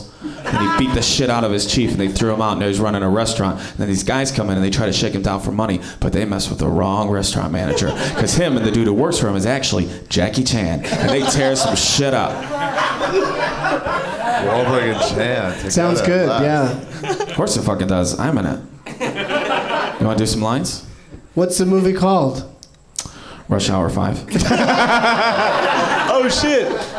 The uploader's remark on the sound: Live from the NerdMelt Showroom in LA